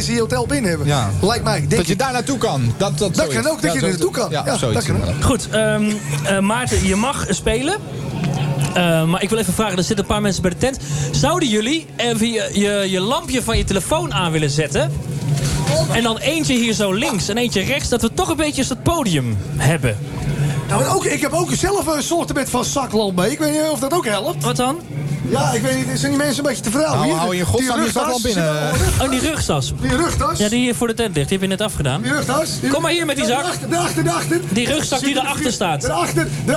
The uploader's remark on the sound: Live Vanuit LowLands bij 3FM